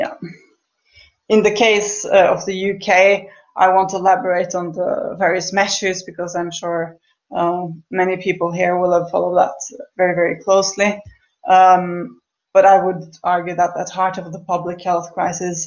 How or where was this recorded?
video call